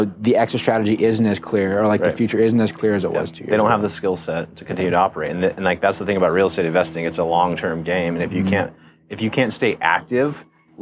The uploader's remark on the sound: LIVE from KEYS CON